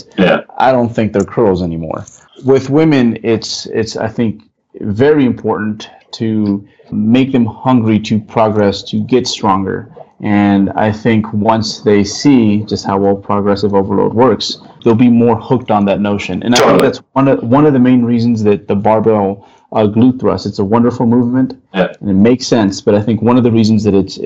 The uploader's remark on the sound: My audio is shit. Unfortunately my good microphone decided to stop playing nice with the program I use to record Skype interviews, and my only backup was my webcam’s terrible mic.